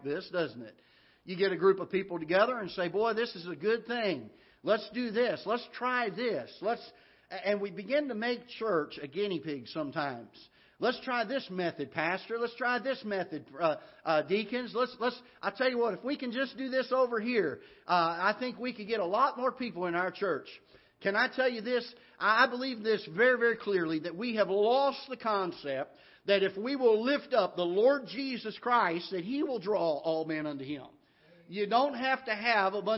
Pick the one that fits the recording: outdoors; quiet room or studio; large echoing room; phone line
large echoing room